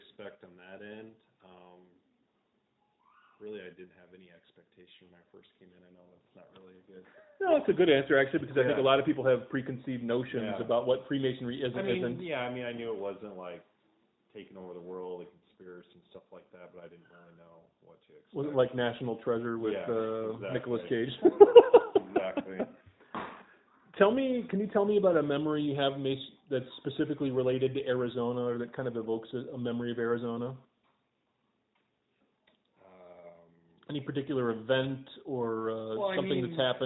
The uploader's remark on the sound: This interview series began without dedicated microphones so some of the early interviews can be a little hard to hear.